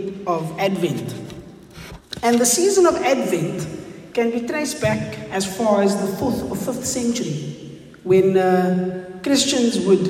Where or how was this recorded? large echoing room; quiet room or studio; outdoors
large echoing room